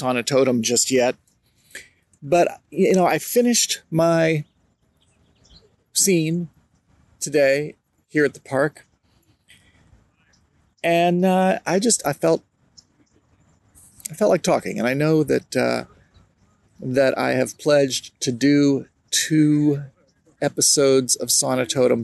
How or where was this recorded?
outdoors